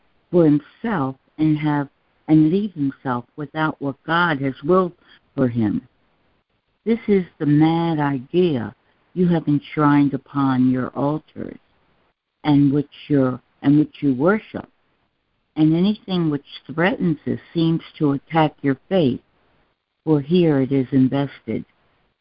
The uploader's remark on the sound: ACIM Daily Conference Call